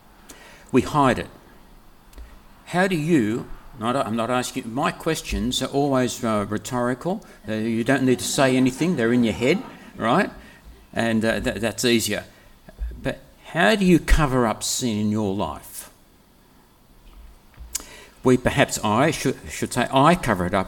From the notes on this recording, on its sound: Preached on the 11th of February 2024 at all services of Helensburgh and Stanwell Park Anglican Church.